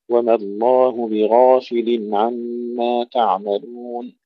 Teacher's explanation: وما الله أيضا هنا يكثر الخطأ بتفخيم الميم، وما الله، وما الله بغافل عما تعملون، كلمة بغافل وليس بغافل مثلا، لا نقلل الألف، أيضا لا نقول بغافل نرقق الغين، لا نفخم الغين مع المحافظة على فتح الألف، وما الله بغافل عما تعملون.